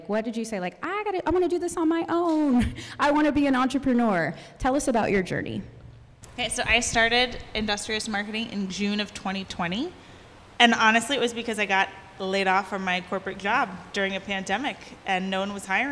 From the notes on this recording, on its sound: Listen in on our first live-recorded podcast. At our Summer Mama Mixer for their interviews in front of a live audience.